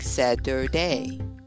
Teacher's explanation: Another thing is Saturday is the T is pronounced with a D in American English. So it sounds, of course, like Saturday.